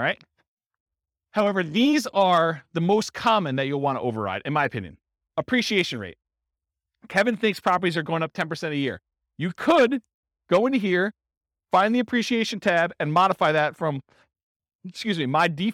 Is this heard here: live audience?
yes